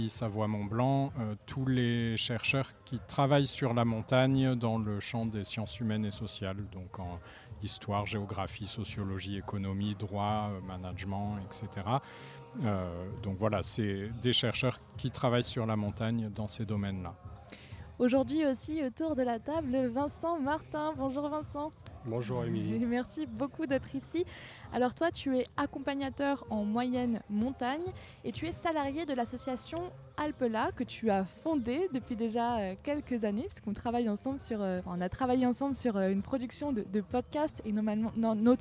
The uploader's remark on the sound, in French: en direct de la Biennale des Villes en transition de Grenoble